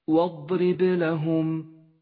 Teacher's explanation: الواو حرف مرقق والضاد حرف مفخم، وهو هنا مدعوم بصفة الاستطالة ليتقوى ويتوضح، والراء مرققة لأنها مكسورة